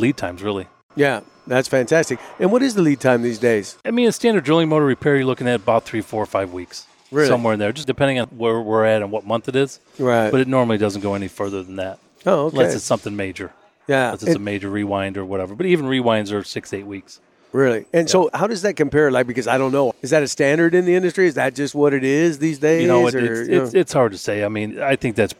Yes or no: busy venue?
yes